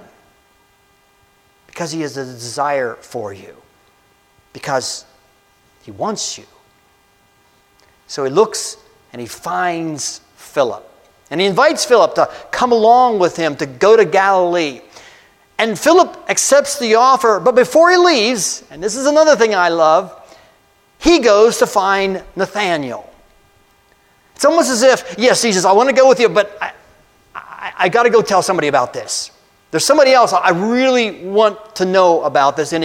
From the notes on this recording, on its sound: A message I delivered on Jan 14, 2024 at Amity UCC in Meyersdale, PA.